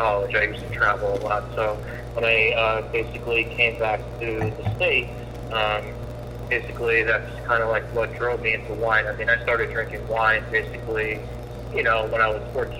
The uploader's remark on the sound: Joins us just after halfway through the podcast, via phonecall. Were kind (and awesome) enough to host at their awesome bakery and bottle shop, ODV Wines.